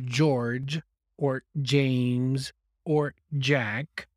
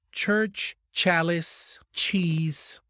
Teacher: The same sound, which is articulated in the same place in the mouth, does not have a voice · Shown in: second take · does not, it's voiceless.